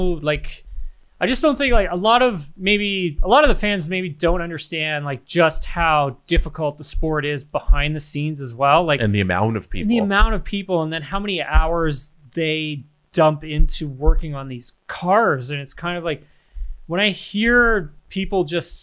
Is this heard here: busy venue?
no